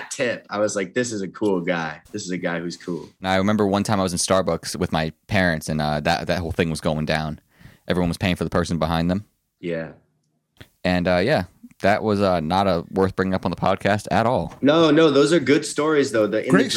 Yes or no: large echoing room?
no